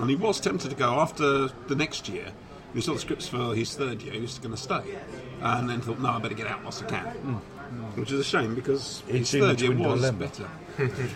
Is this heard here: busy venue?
yes